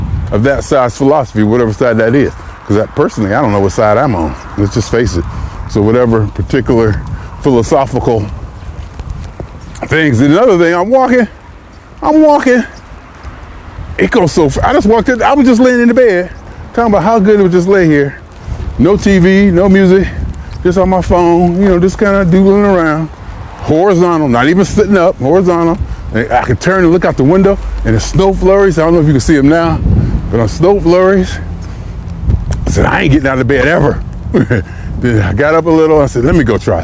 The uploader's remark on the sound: Me Walking Talking.